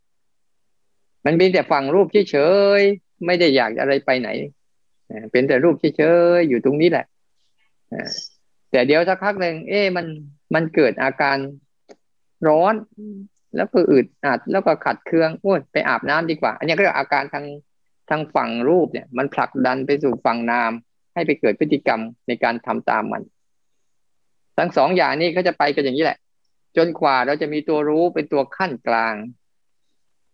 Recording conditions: video call